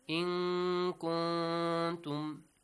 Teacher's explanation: Both noon, both of the noons will be pronounced with a hidden sound.